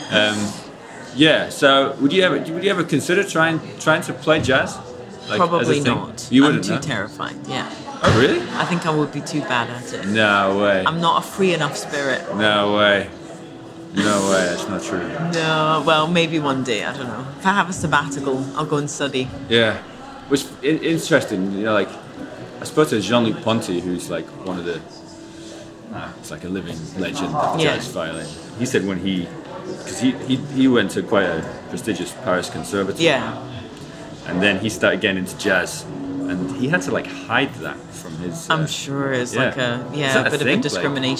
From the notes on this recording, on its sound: We had a little chat in a hotel lobby in central London. The sound quality isn't amazing this time, I get a little nervous when recording in hotel lobbies as hotels don't always appreciate me doing so. This means I have to record on the 'down-low and just use a little portable recorder...